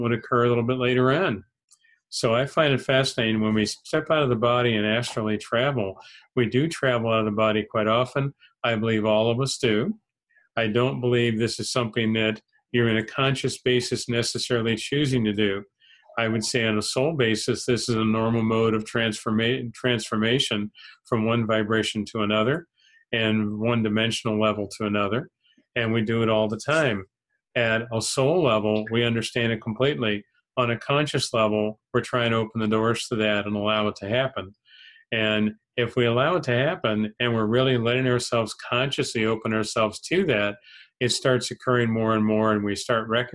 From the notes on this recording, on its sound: held online via zoom